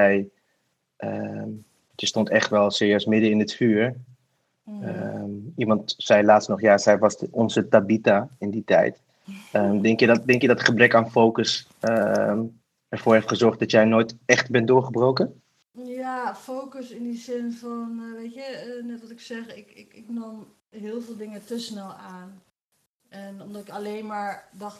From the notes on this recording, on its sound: ClubHouse edition. Each participant in this conversation has consented to the recording.